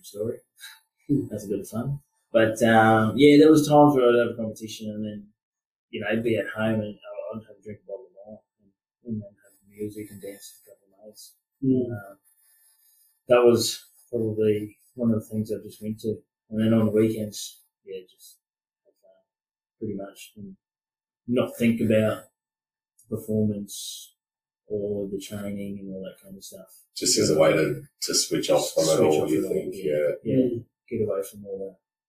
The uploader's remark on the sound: We've struggled with audio on this one. We have found its better with headphones on.